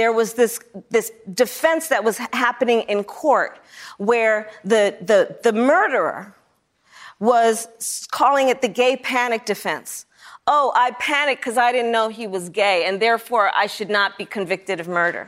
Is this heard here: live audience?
yes